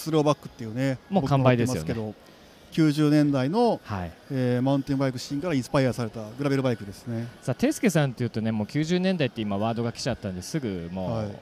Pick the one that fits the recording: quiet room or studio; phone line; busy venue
busy venue